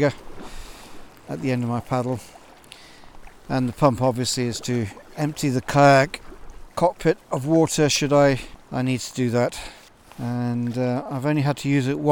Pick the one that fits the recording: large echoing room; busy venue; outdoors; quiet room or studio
outdoors